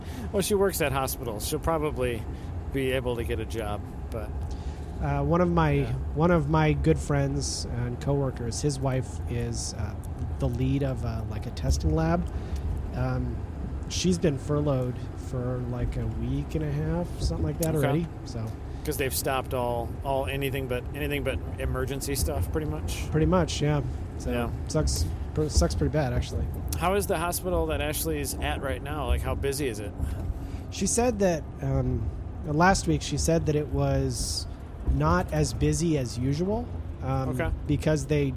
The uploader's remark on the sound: Long Drives with Bad Audio. Even after more than 300 shows, he still struggles to use a recorder properly.